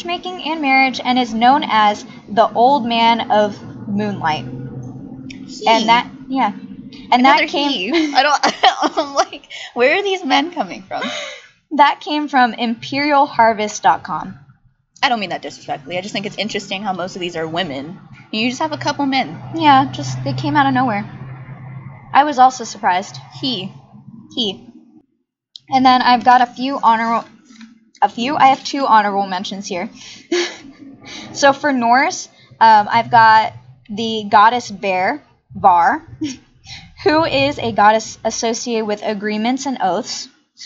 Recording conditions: background noise